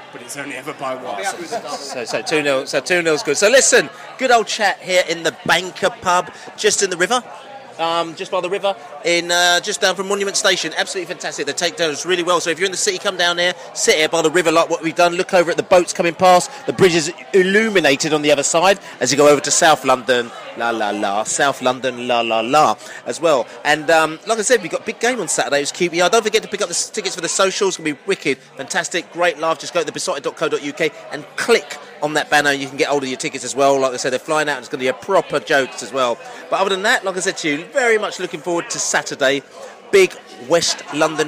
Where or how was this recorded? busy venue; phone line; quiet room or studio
busy venue